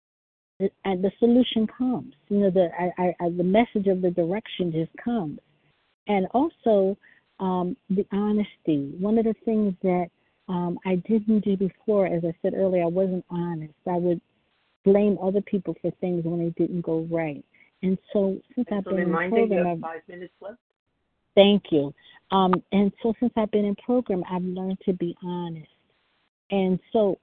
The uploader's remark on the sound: 100 Pounders Phone Meeting, 8/4/23